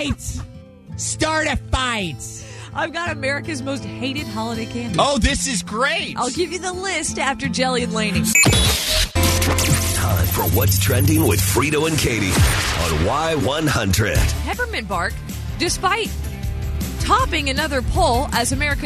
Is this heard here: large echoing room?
no